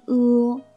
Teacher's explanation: 中间的韵腹 O 它写的是“哦”的这个形状，但它实际的发音呢是“呃”，央元音“呃”，这是大家要特别注意的地方。所以它的发音要领是这样的：从高元音“一”开始，然后舌位滑向央元音“呃”，发出清晰的、饱满的“呃”之后，再向后高元音“呜”的方向滑升。那三